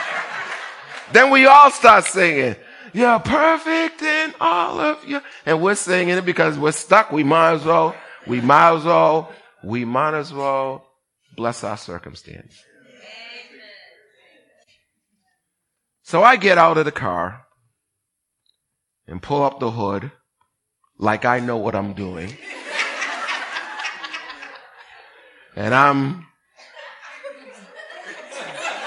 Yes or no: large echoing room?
yes